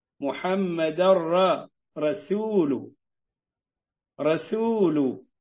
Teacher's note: مرققة يعني مهموسة يعني من حروف الترقيق ليست من حروف التفخيم يعني سين ما هي صاد ولا قريبة من الصاد